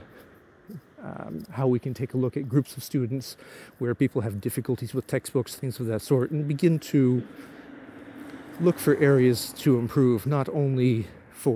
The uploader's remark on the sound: While walking home from the train station after a day trip to Tokyo, I rambled into the microphone.